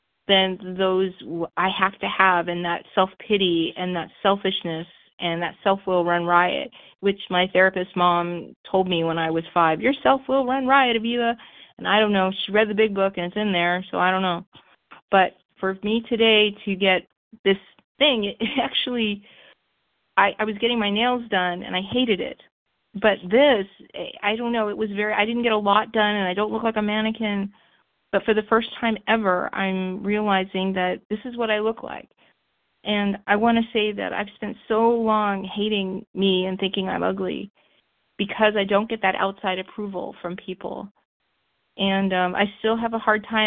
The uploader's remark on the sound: Phone Meeting, 12/1/23.